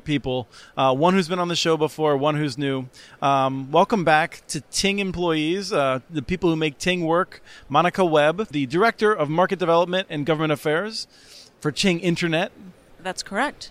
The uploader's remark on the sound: at the 2019 Broadband Communities Summit in Austin, he recorded a series of interviews for the podcast